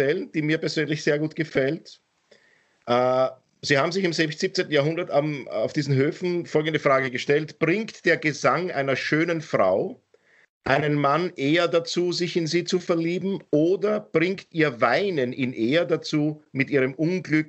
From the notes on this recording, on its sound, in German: Aufzeichnung einer ZOOM Session